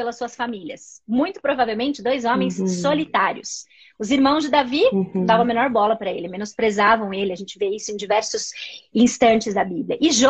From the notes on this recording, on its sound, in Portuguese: uma live no seu Instagram regada a café